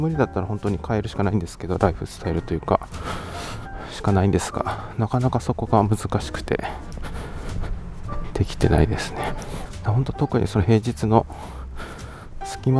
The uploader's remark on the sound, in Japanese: 散歩しながらの収録のため、少々荒めの呼吸音はご容赦ください